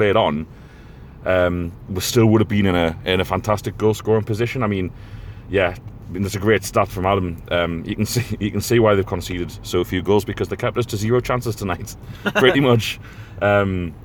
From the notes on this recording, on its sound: In the car on the way back from Sheffield.